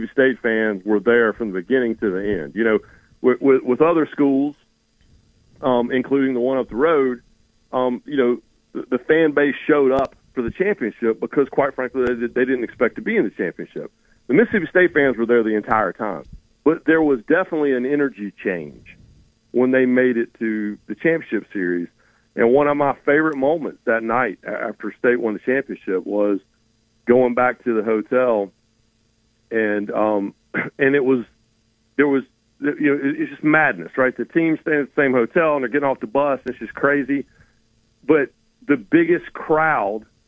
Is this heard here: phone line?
yes